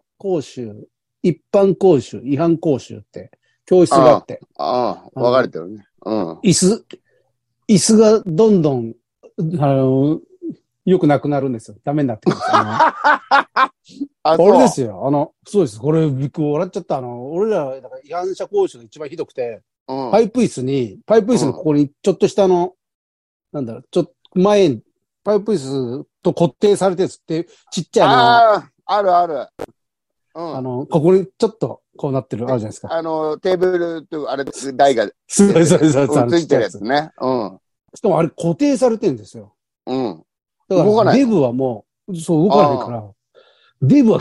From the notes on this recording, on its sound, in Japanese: ZOOMで収録